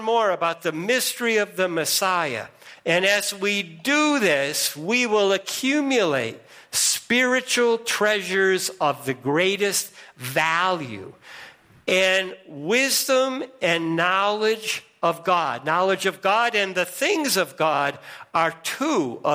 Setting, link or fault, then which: setting, large echoing room